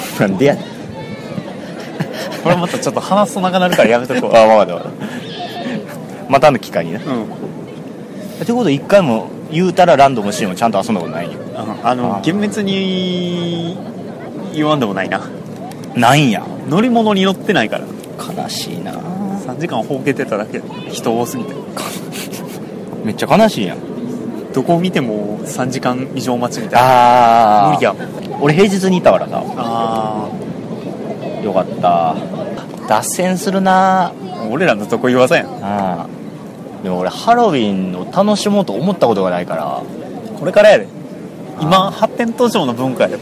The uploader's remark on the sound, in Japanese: てんしばからハロウィン前夜祭をお送りしております。野外録音のため雑音が気になっておりますが。